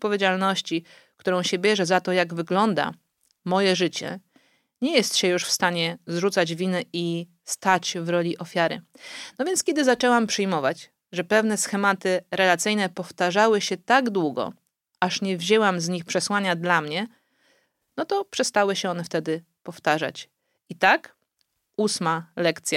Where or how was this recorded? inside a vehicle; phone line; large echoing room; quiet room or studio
quiet room or studio